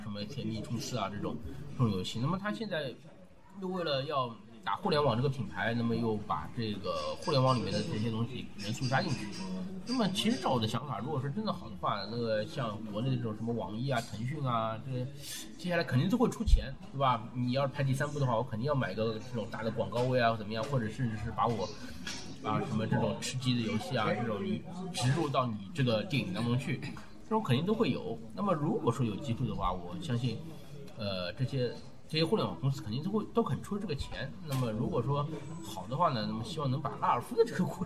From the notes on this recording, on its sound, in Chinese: 本期节目依然是和《魔都电台》的合录节目，最近特殊时期，音质渣，望见谅！